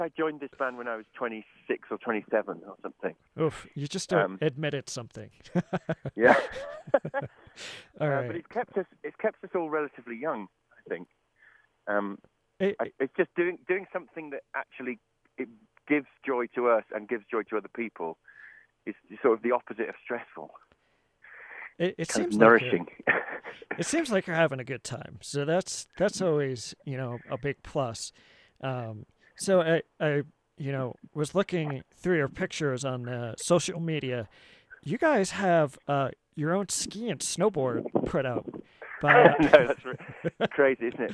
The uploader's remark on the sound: call in for an interview